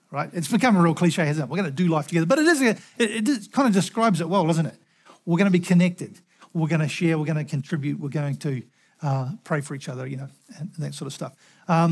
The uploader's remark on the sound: Recorded at the Hukanui Bible Church morning service on Sunday the 12th of November 2023 during the 10:00 am service.